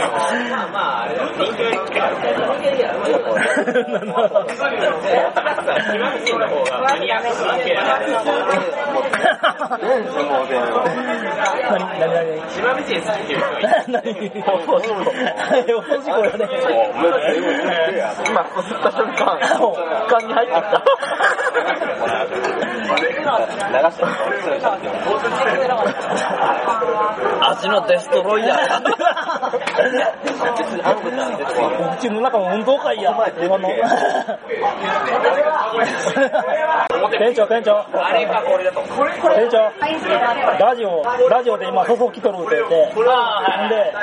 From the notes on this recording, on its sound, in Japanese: 居酒屋そそうで収録の回。正直聞きづらい音声ではありますが、そそうの楽しい雰囲気をお伝えできれば幸いです。